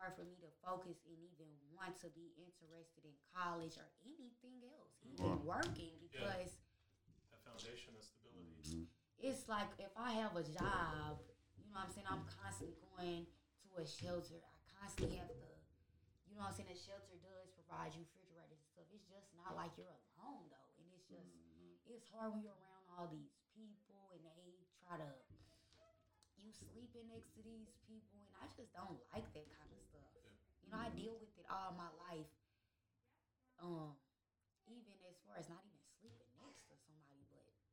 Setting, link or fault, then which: fault, sounds in the background